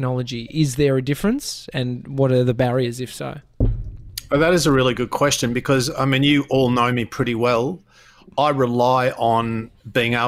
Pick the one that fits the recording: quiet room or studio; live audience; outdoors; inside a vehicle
quiet room or studio